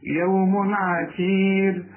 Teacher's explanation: العين من حروف الإظهار ما تغنش